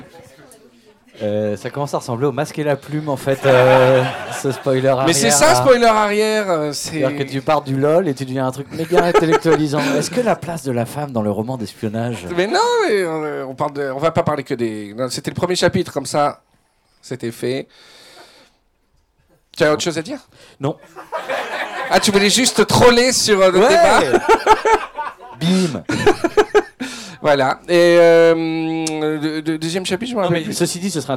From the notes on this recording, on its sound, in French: Un épisode final enregistré en public et sous des flots d'Aguardiente. Une cinquantaine de spoileros parisiens.